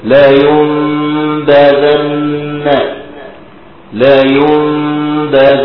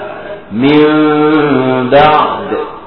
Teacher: اللي حصل فيه خلاف هو التلامس البسيط بين الشفتين. تلامس لا اقول اطباق قول الشيء تلامس.